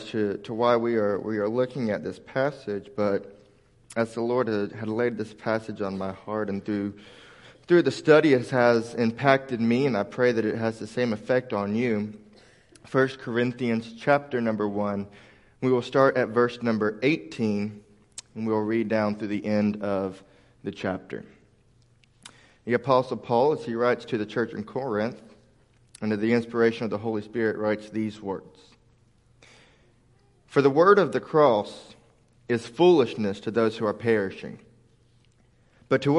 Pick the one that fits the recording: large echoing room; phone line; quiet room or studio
large echoing room